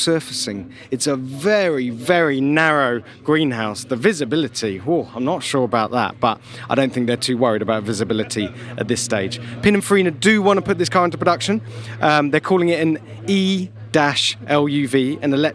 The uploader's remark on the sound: Live From The Pebble Beach Concours! Well, live-ish.